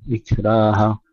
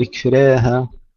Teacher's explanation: لا إكراه في الدين، ترقيق الراء بورش مع المحافظة على فتح الألف، طبعا لا إكراه في الدين، إكراه الراء مرققة، لا نقول إكراه، إكراه الراء مرققة والألف مفتوحة · Shown in: first take